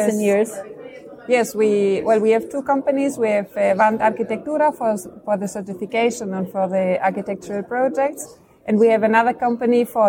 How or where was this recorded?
busy venue